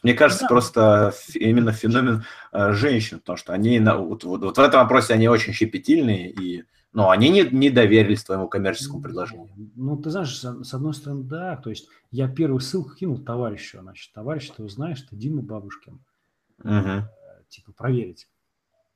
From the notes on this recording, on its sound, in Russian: ЗАПИСЬ ОНЛАЙН-ЭФИРА. Но пока проблемы со звуком настолько напряжные, что вернемся к традиционному виду вещания.